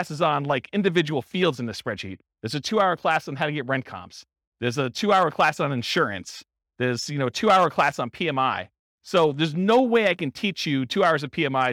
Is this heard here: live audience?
yes